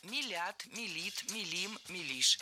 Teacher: Ударение в этом слове всегда стоит за корнем, а корень остается безударным. Для запоминания держим в голове начальную форму.